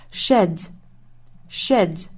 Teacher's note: 后面加 s 读浊辅音的 z